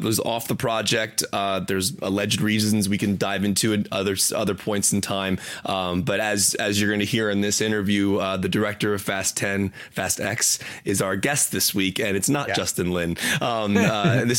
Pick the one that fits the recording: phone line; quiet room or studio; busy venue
quiet room or studio